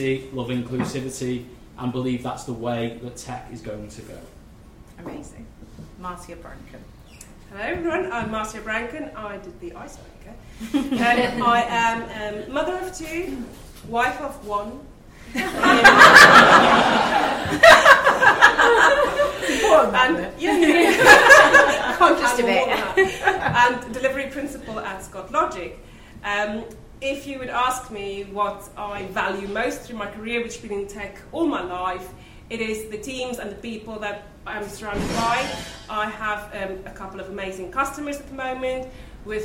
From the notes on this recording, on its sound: were joined by a diverse leadership panel and a live audience